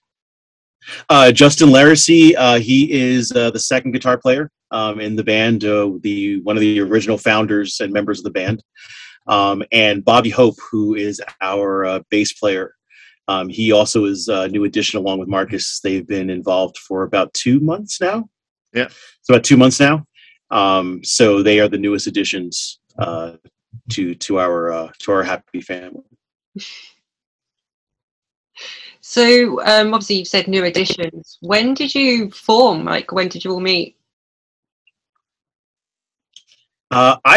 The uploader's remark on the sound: Recorded on Zoom